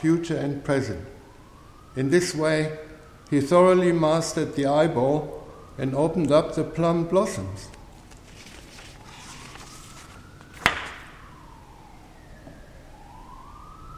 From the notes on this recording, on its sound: A talk delivered at St Paul's dojo in Beaconsfield.